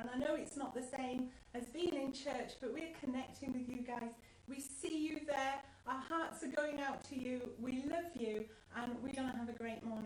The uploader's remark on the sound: house church live feed